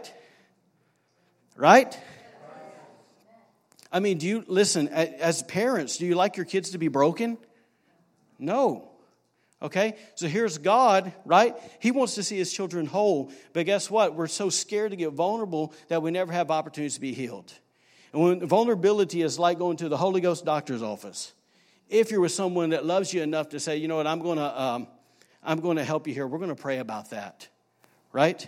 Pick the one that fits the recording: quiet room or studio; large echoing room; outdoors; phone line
large echoing room